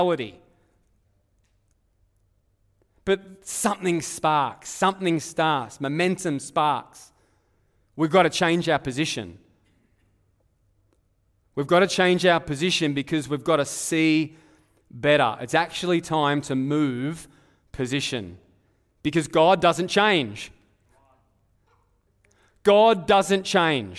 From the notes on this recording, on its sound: Live at Echo Church Melbourne